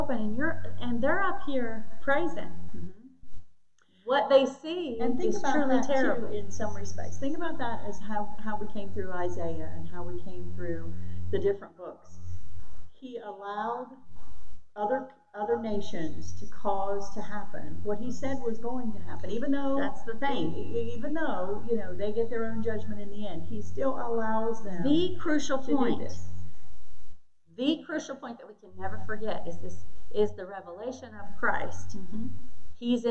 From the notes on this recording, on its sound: Originally recorded on 4/19/2022 at Addison Free Will Baptist Church.